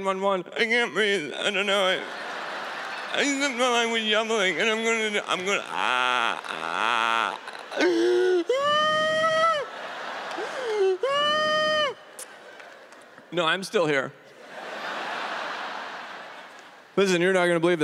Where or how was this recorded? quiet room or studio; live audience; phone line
live audience